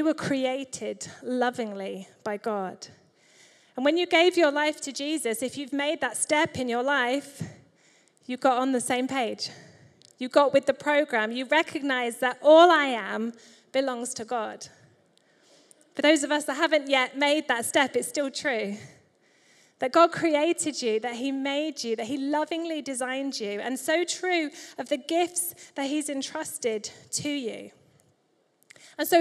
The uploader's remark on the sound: Recorded Live at Life Church Lancashire on Sunday 11th February 2024.